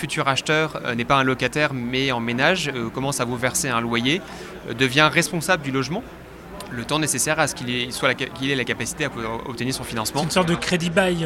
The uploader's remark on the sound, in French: Ce podcast a été enregistré à Immo, le congrès de la FNAIM, les 4 et 5 décembre 2023, à Paris.